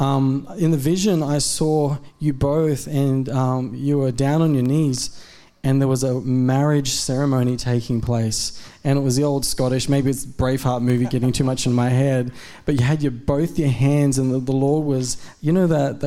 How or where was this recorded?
large echoing room